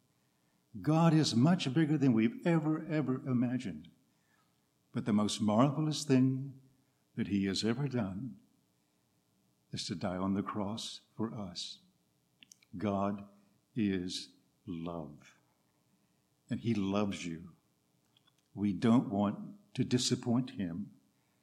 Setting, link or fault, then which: setting, large echoing room